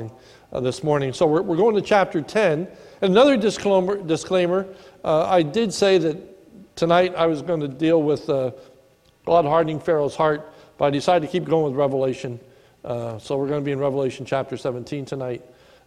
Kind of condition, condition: setting, large echoing room